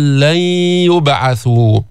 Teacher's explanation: زعم الذين كفروا أن لن يبعثوا، هذا الثاني، النون الساكنة اللي بعدها ياء، إدغام ناقص، إدغام غير محض، يعني بيبقى صوت الياء ولكن مع الغنة